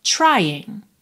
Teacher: Trying, termina no N, não pronuncia o G.